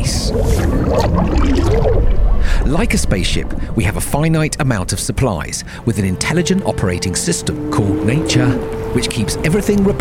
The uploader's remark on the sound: A reflective ramble in the woods. There are no guests (apart from wind, trees, a buzzard and a pigeon).